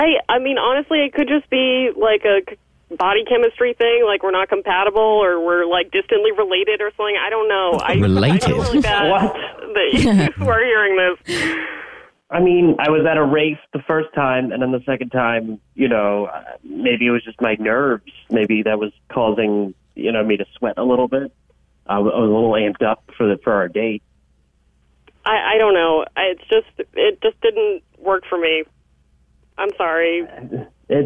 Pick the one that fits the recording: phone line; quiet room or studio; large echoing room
phone line